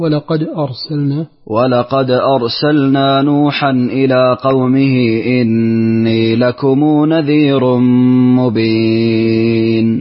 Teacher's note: أرسلنا، خلص الراء من القلقلة